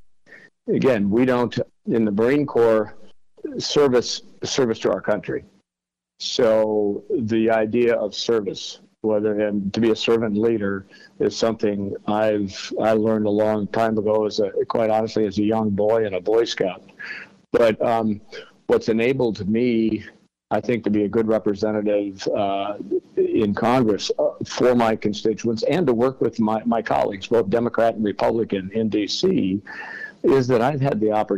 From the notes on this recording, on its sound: was able to have a phone call